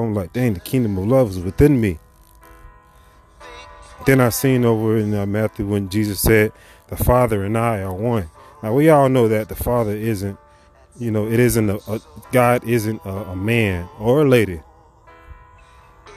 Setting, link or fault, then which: fault, wind noise